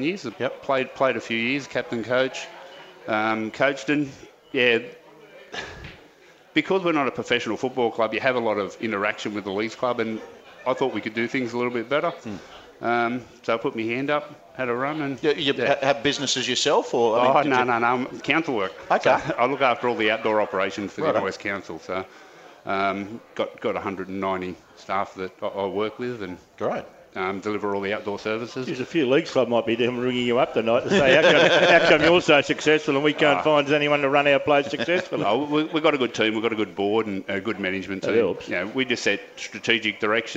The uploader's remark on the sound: broadcast live from Wenty Leagues